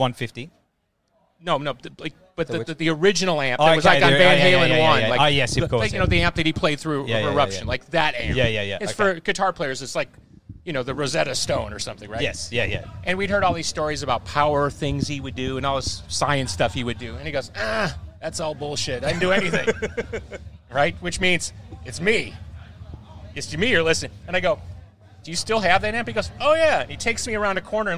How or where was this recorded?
busy venue